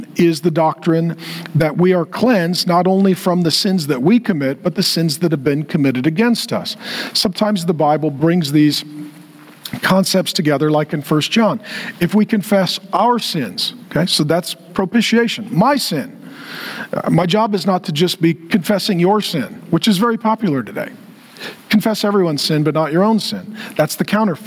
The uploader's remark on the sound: In this throwback talk from 2022. Gave a lecture at TheosU.